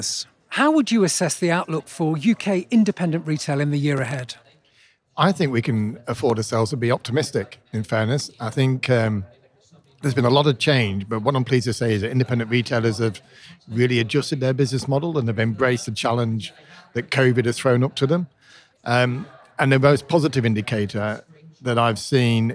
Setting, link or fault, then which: setting, busy venue